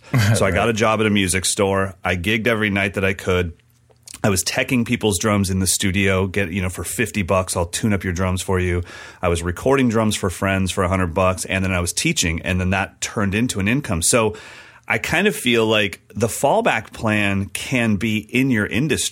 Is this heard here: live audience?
no